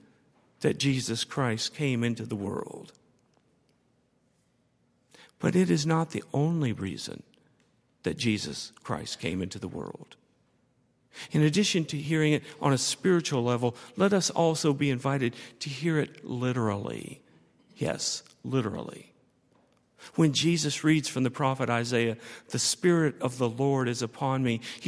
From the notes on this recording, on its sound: on Sunday, January 27, 2013, at Highland Baptist Church.